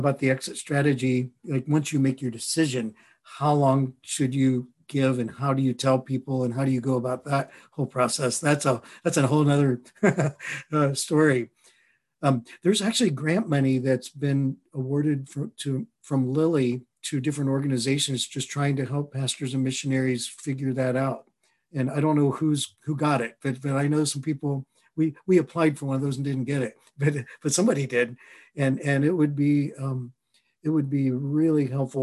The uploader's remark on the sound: a recording of a Facilitator M webinar